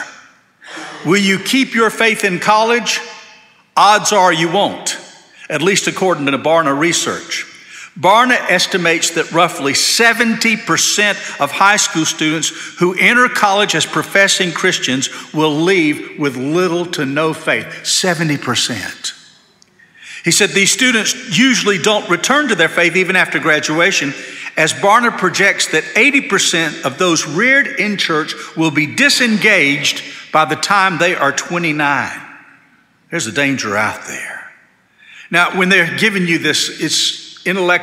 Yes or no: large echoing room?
yes